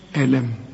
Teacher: الميم لا تغن ما دام عليها السكون